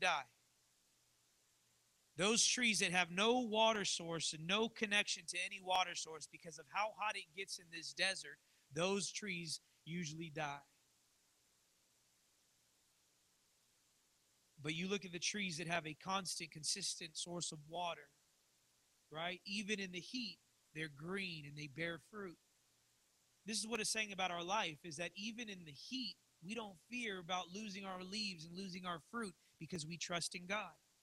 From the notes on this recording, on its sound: live from the Redemption